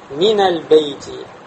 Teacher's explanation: Лям у нас с сукуном. И два сукуна не могут встретиться в арабском языке, и поэтому нун становится мутахаррик, то есть харакятом.